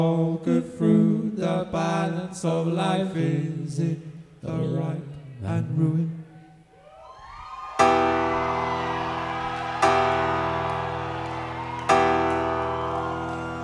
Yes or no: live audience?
yes